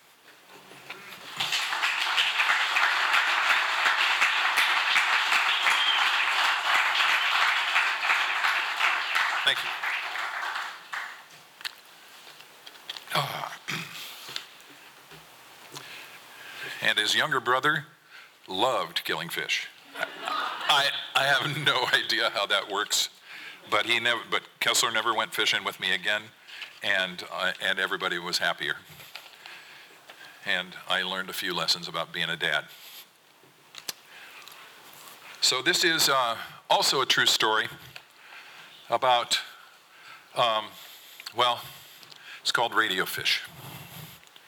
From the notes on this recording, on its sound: 2023 FPG-Ten Fifteen Theater-Saturday Night. From the 2023 FisherPoets Gathering. This recording was made on Saturday, February 25th, 2023, at the Ten Fifteen Theater in Astoria, OR as part of the FisherPoetry Archive Project.